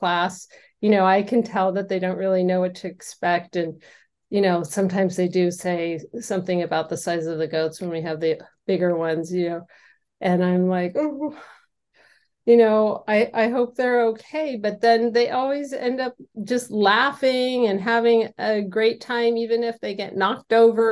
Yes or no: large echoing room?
no